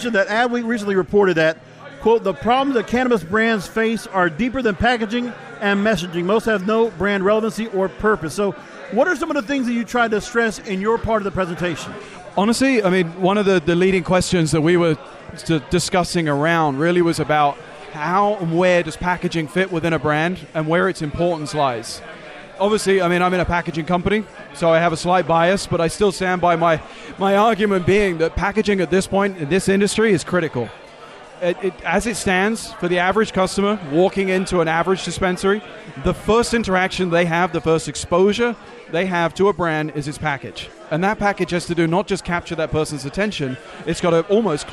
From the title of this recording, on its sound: Live From The 2019 USCC Expo